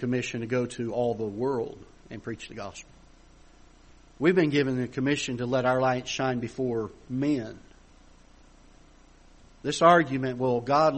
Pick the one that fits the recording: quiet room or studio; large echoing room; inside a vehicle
large echoing room